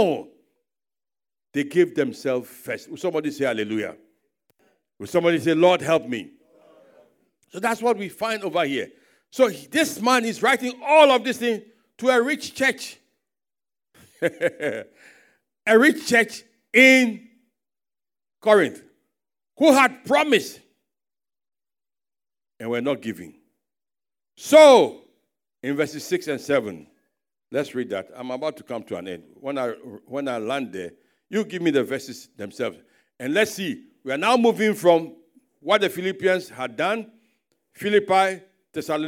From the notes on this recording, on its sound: Sermon preached at CBC Shiashie Campus Pagash Service